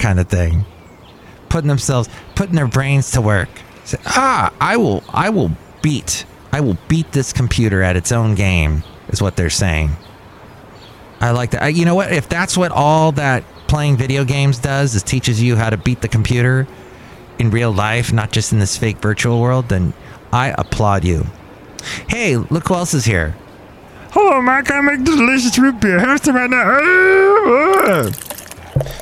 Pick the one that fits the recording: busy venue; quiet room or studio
busy venue